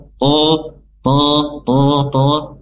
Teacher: to-nya sifat idbaknya lebih dimunculkan kembali, lebih tebal ya huruf to, to, to, to, to, ya bukan seperti to, to, tapi tebal.